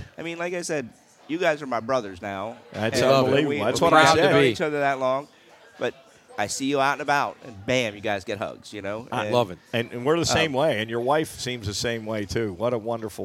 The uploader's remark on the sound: LIVE from Belmont Brewerks in Martins Ferry, Ohio. Warmed by the fireside.